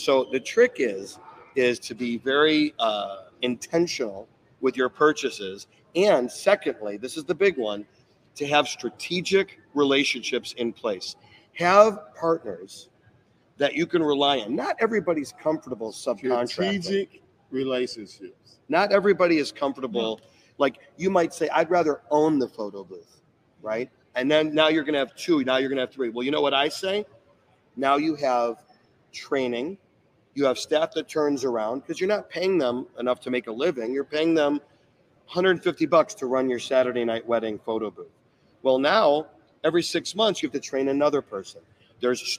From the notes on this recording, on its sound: Live at Marquee Show 2023.